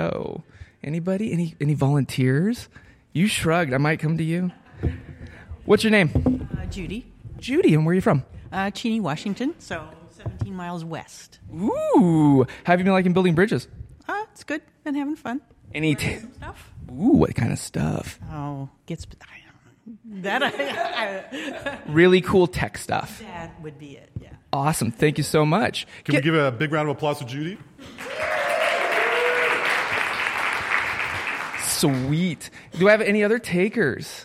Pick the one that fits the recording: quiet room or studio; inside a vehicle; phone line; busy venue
busy venue